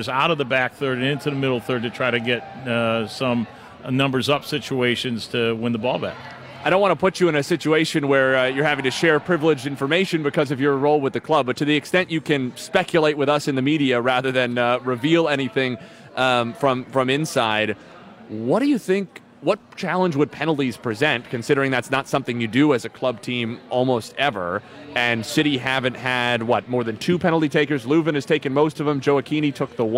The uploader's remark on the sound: Prior to kick-off vs Sporting KC in Round 1 of the MLS Cup Playoffs. Broadcasts live from CITYPARK.